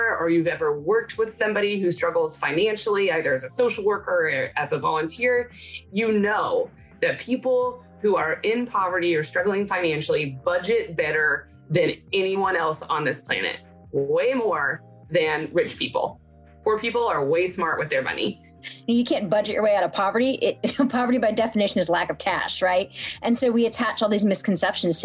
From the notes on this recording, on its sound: We “sat down” over Zoom